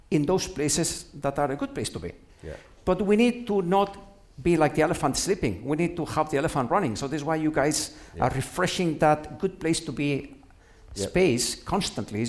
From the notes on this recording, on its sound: Joined by a live studio audience for the first time, at the People Leadership Summit 2022.